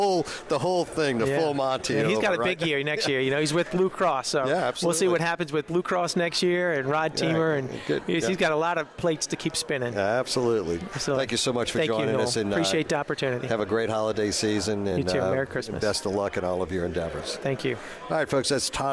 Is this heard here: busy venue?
yes